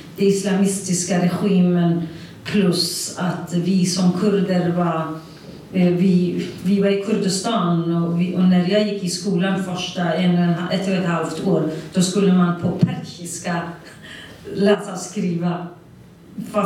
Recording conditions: live audience